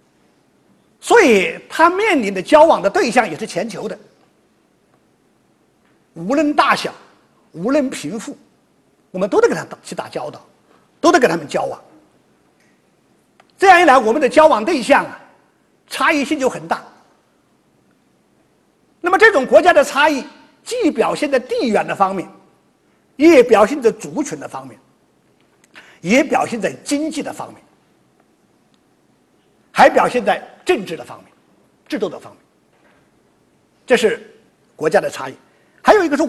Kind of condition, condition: setting, large echoing room